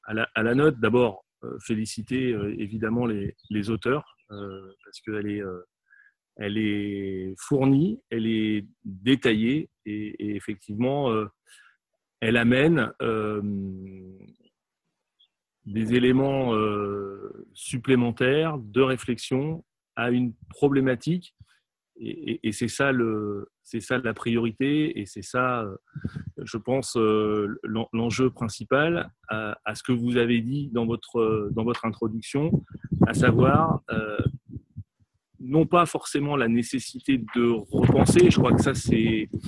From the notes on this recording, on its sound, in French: La Fabrique Écologique a organisé le lundi 18 mai 2020 en visioconférence son Atelier Co-Écologique.